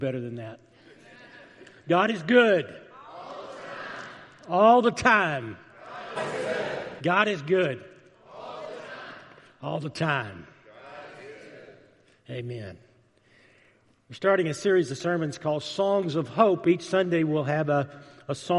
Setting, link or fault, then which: setting, large echoing room